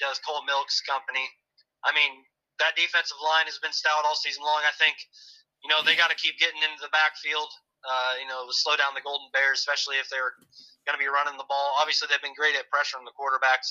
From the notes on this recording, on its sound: call in from the road